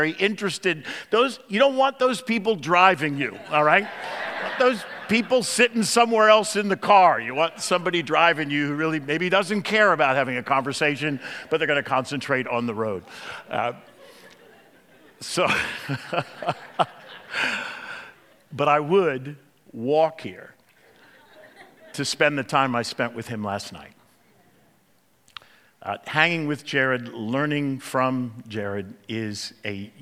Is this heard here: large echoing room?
yes